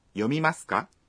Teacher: Já para colocar o verbo na forma interrogativa, acrescentamos a partícula ka no final da sentença e falamos com uma entonação ascendente.